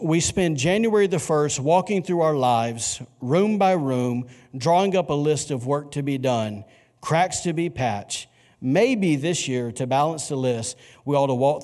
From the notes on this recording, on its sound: recorded on Sunday, December 29, 2019, during service at The Anchor Church in Rockport, Maine.